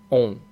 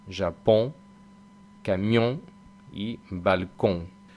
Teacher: En cambio, la nasal francesa, no, la lengua no interviene para nada. Es como una O con algo que le añadimos ahí de la nariz